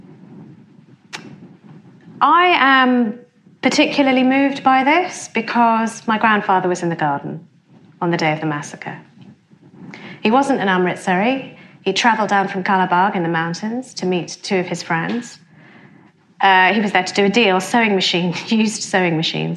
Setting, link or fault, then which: setting, live audience